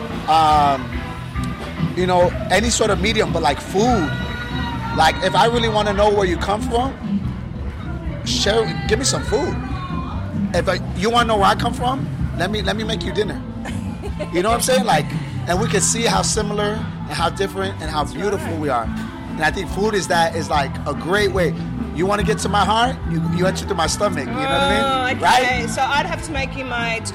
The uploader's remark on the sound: straight after the band's electric performance at Adelaide's world music festival, WOMADelaide